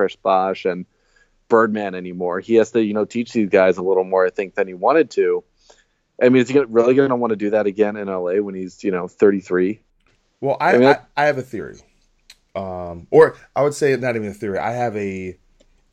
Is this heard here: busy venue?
no